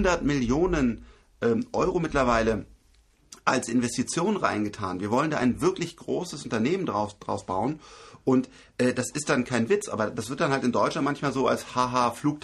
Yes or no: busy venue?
no